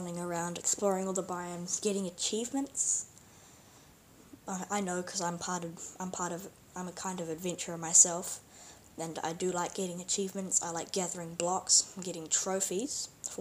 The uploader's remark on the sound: Sorry if I'm a little quiet, I recorded this quite late.